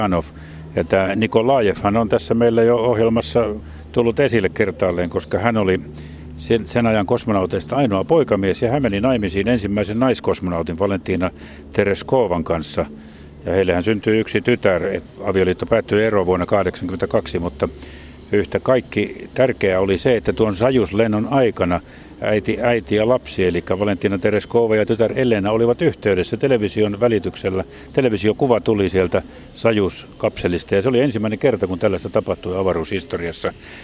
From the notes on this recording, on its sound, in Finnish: äänityskohteeksi valikoitui varsin oivallinen ja kompaktin kokoinen kaupungin museo